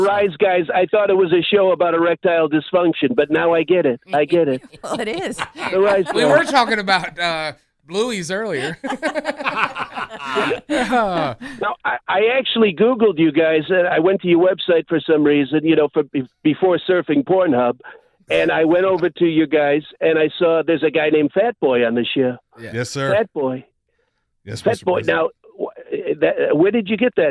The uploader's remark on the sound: A surprise guest on the phone